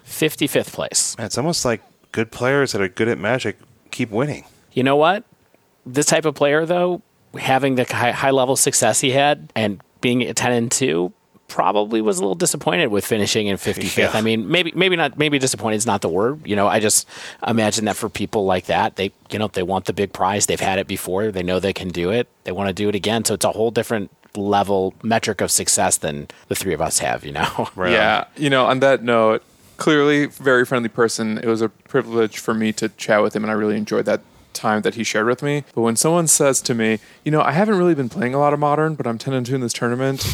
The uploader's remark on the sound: We come to you LIVE (well, sorta) from the recent MTG Las Vegas event